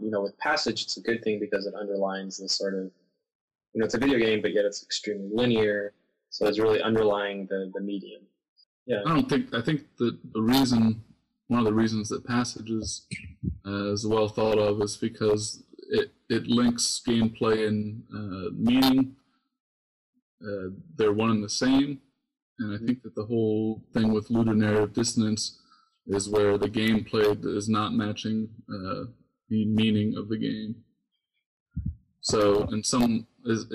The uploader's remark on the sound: I apologize for the audio quality as this is our first attempt at a podcast.